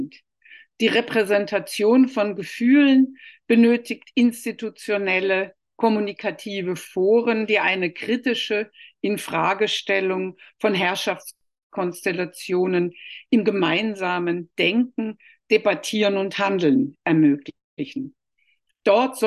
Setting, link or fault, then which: link, video call